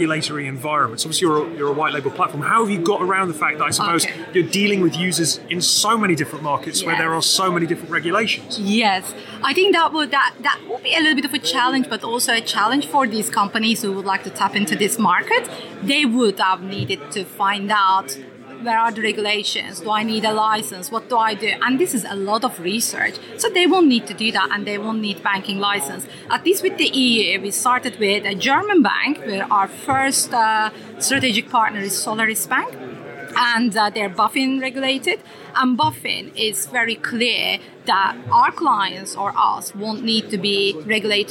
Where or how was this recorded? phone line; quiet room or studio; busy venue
busy venue